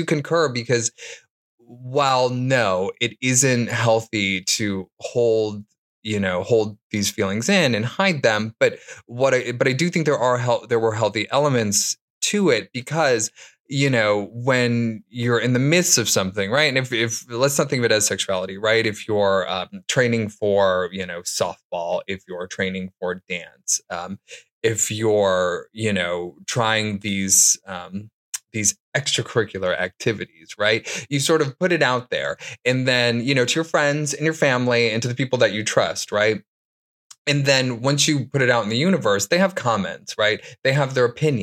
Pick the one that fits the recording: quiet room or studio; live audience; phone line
quiet room or studio